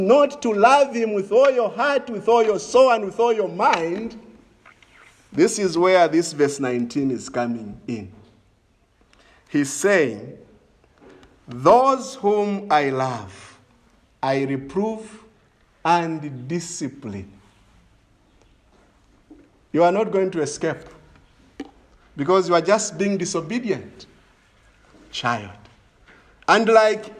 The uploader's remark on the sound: This is a sermon preached in the morning of August 29, 2021 at Crossway Baptist Church